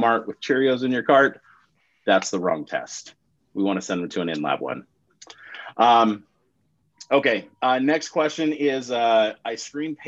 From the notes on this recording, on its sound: During this live interactive webinar